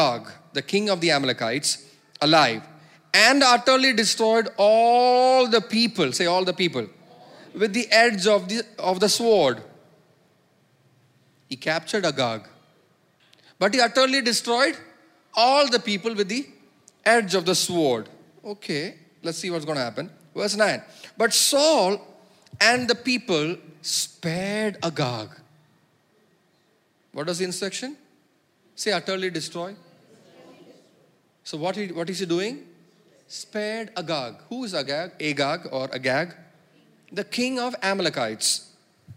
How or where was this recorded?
large echoing room